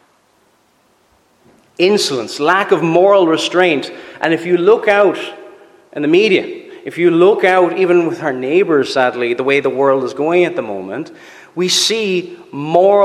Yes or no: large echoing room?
yes